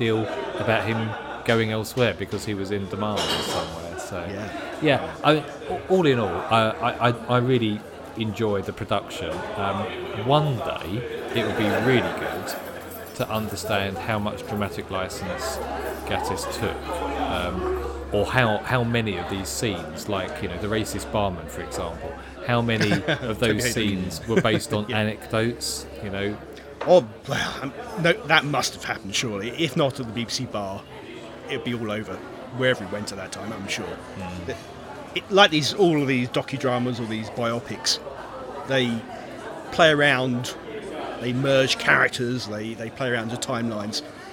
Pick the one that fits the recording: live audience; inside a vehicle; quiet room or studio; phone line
live audience